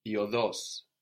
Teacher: with the accent on the end